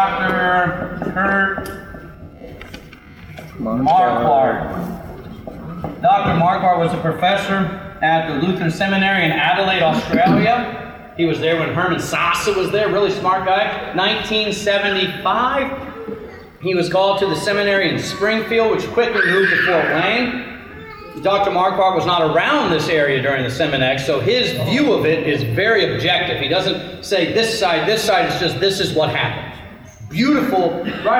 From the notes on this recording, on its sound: This Bible study was recorded at Zion Lutheran Church in Tomball, TX